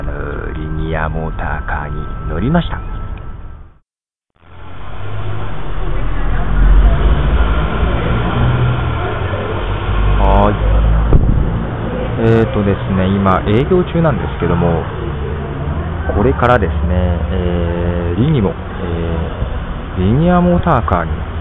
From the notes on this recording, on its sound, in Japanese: 愛知県を走るリニアモーターカー「 Linimo（リニモ） 」に乗りました。その様子を音を録ってみたんですが、なかなか人前でiPodに録音するのが難しい上に、リニアモーターカーも思いのほか静かで、とても臨場感のないリニアモーターカー乗車レポートになってしまいました。